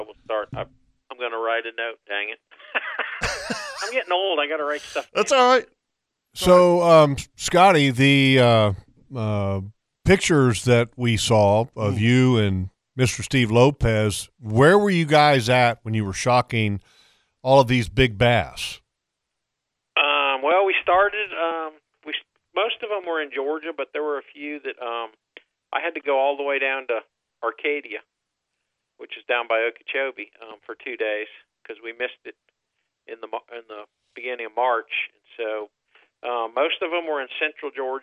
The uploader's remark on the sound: The guys had someone call